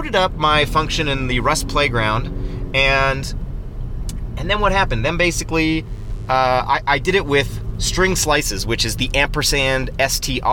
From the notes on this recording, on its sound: record live from Slovenia while driving